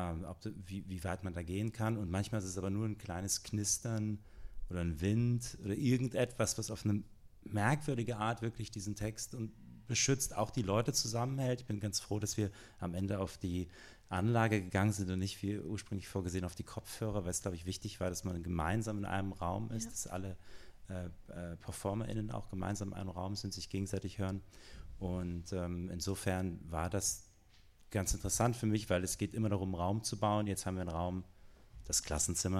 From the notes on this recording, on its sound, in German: Auf dem Prosanova 2023.